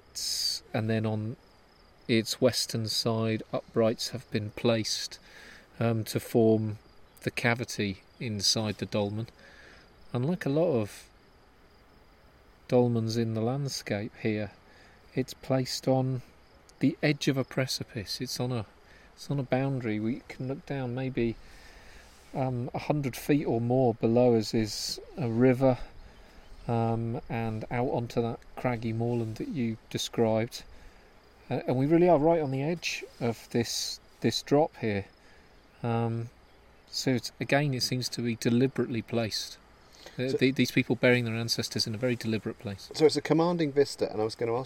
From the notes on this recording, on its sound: Recorded on location in Asturias, Cantabria and Castilla y Leon in northern Spain.